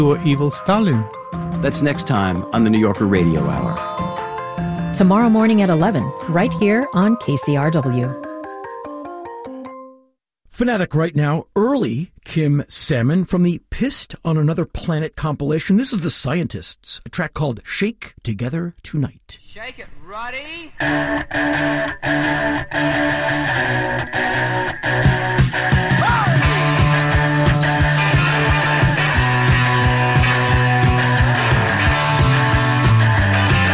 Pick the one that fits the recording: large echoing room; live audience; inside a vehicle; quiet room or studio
inside a vehicle